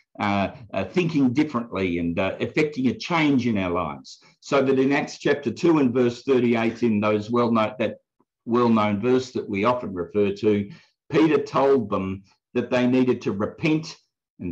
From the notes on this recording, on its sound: from the Wednesday United zoom meeting on 18 August 2021